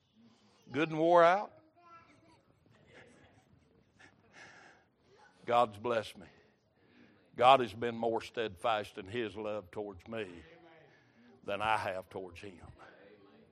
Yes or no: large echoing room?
yes